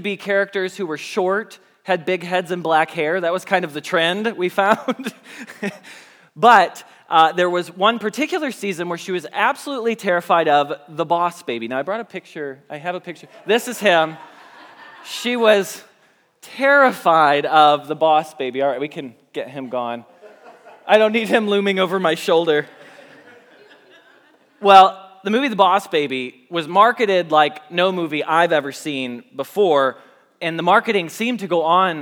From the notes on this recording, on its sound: Message Preached at Valley Creek Church.